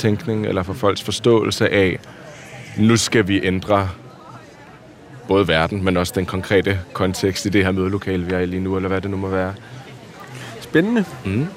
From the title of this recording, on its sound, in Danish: på en lydtur i Louisianas park